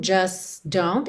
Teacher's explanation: Com don't, você tem just don't, o que é muito comum, just don't. Então, do S você já passa para o don't, não passa pelo T do just, assim como não houve o T do don't.